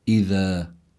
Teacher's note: يعني بيضع الإنسان طرف اللسان تحت الثنايا العليا، هذا هو مخرج الذال، لا ينبغي أن يخلط هذا الحرف بحرف الزاي، فلا يجوز أن يقال أن تقرأ هذه الكلمة إذا بالزاي، بل لابد من قراءتها على هذا النحو، إذا يعني بالحرف اللثوي. · Term: حرف لثوي